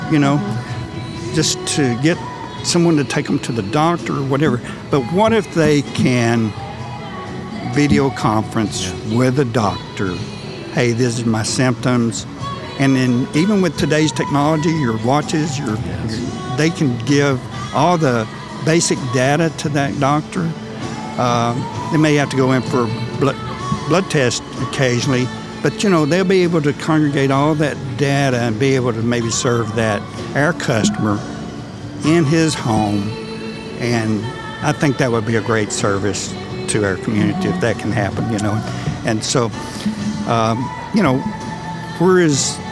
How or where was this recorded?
busy venue